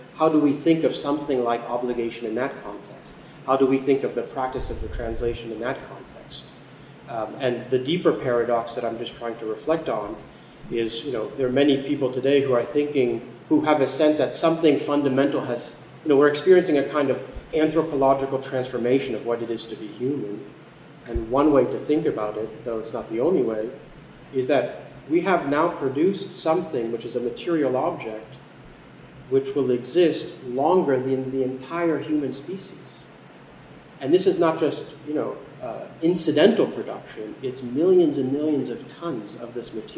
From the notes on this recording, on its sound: In this lecture from The Night of Philosophy in 2019 at 05:00 am on October 06 at the New School for Social Research in New York City